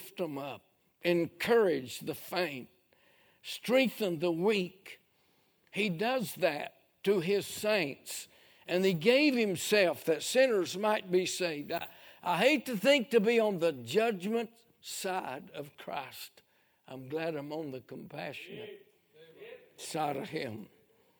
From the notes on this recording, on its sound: A sermon preached Sunday Morning during our Spring Jubilee